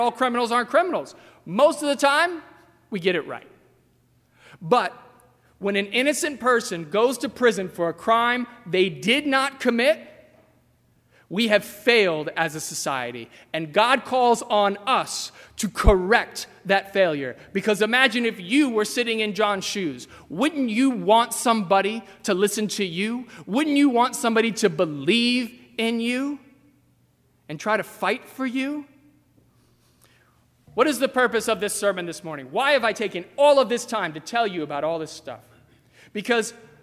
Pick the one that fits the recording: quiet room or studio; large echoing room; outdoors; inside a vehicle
large echoing room